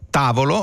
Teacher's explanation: Tavolo, l'accento cade sulla ta, la sillaba ta. · Term: accento tonico